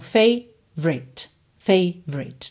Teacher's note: Você pode ignorar o O completamente, tentar juntar o V no R e depois o E final não é pronunciado, tá?